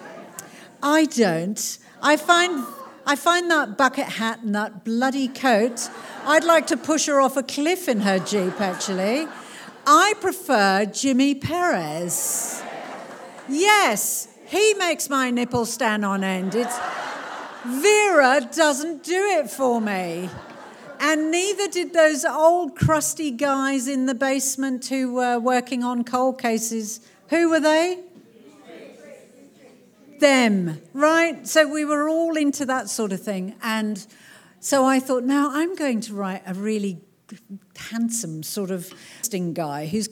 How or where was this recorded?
live audience